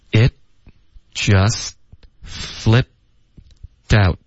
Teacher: it 的特省略， just 的特省略， flip 的这个特省略，然后 flip 后面的这个的的音呢会连读到 out，然后 out 的特也省略，所以我们看一下，我们有 it just flippedout，四个音节，每一个音节结尾都有一个干脆的停顿，因为我们都有省略音。 It just flippedout，OK， It just flippedout，然后如果你不省略